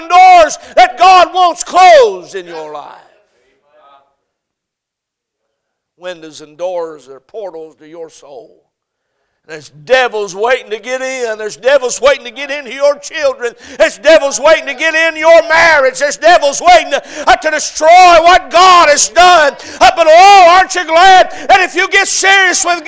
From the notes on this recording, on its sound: A message series preached at Crossroads Baptist Church.